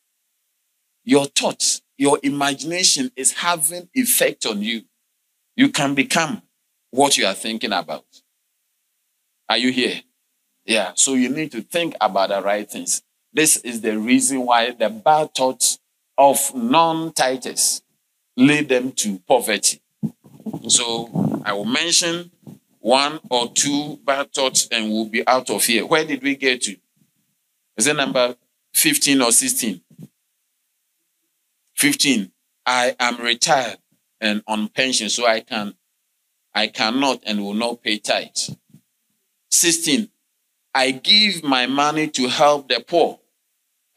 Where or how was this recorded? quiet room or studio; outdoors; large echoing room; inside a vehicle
large echoing room